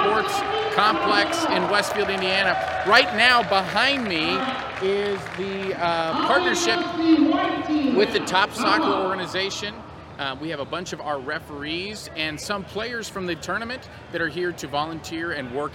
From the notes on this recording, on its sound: On location at the 2022 Midwest Regional Championships in Westfield, Indiana.